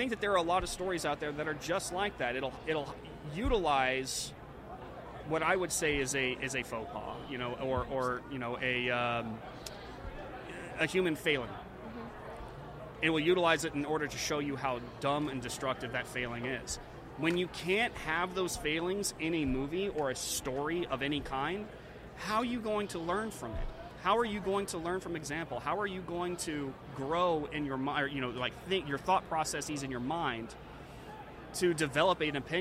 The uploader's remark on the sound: The Unity Project What’s UP? Podcast at AmFest